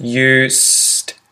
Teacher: when I say used, I don't vocalize the S, and so that's why you get the S sound